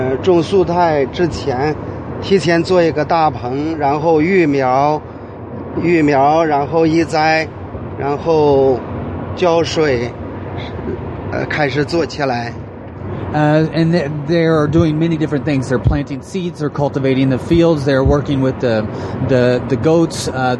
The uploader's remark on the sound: While riding in a vehicle traveling just along the border of ISIS controlled territory from eastern Iraq to western Iraq.